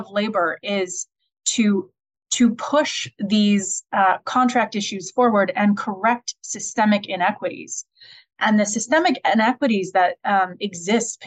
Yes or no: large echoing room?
no